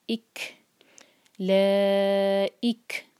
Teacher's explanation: ہمس ہوتا ہے کہ ہمیں ہوا کے ساتھ پڑھنا ہے، تو کیف پر جب سکون ہوتا ہے تو ہم اس کو ہوا کے ساتھ پڑھتے ہیں. اک لا اک.